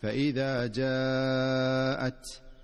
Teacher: اجتمع حرف المد والهمزة في كلمة واحدة، وهذا ما يسمى بالمد المتصل